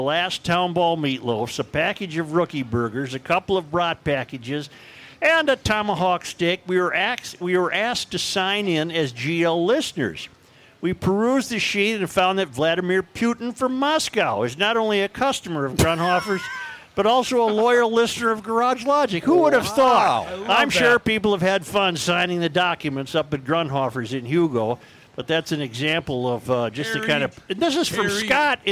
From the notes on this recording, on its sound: Day 2 live at the MN State Fair!